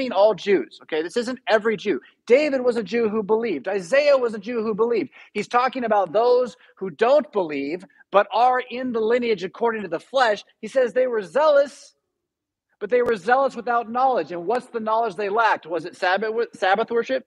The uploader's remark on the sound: Preached at St Paul Lutheran Church , Rockford, Illinois on June 26, 2022.